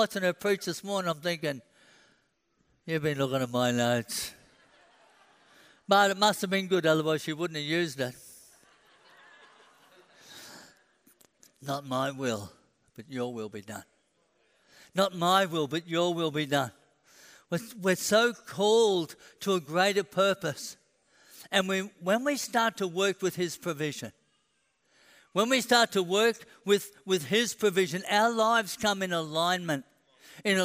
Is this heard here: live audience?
yes